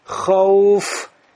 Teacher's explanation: Вот когда я говорил слово хауф, я вау произносил при помощи смыкания двух губ и при этом оставлял щель между губами.